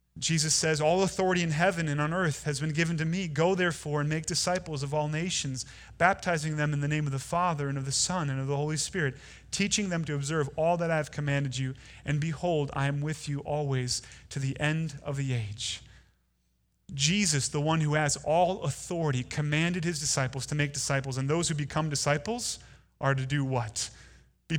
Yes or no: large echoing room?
yes